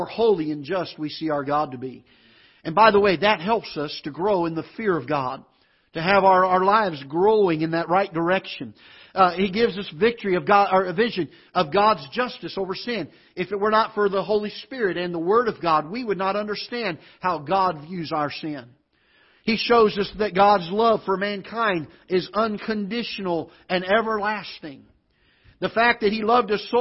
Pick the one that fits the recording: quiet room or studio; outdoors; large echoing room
large echoing room